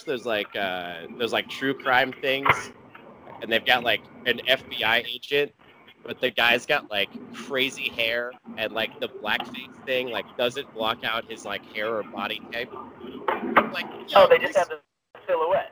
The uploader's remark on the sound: WE APOLOGIZE FOR THE POOR AUDIO QUALITY DUE TO ONE SPEAKER DRIVING